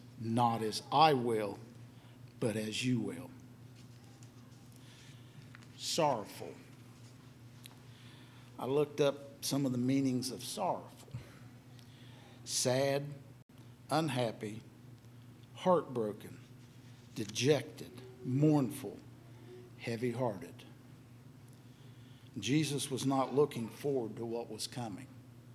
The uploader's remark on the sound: LIVE Services at Sunshine